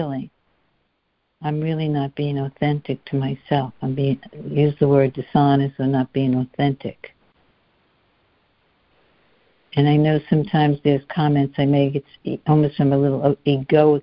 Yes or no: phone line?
yes